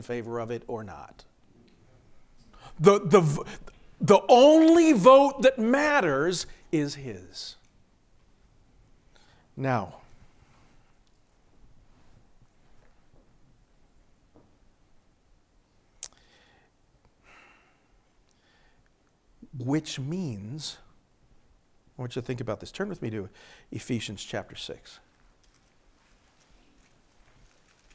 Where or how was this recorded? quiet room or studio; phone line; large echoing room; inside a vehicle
large echoing room